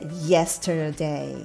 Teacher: アクセントは yes yes にありますので